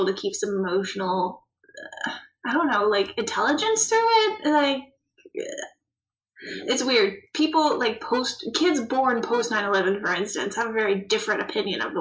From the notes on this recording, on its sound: Through audio issues untold the lost recordings are retrieved from the GTC vault.